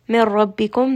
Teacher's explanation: This is going to be idgham without ghunna, because then noon sakin is going to get dropped, and then we are going to go straight into that letter ra. Mir rabbikum, and ra here is going to be heavy because it has a fatha.